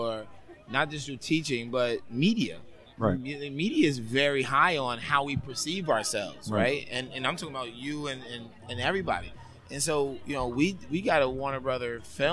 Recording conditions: busy venue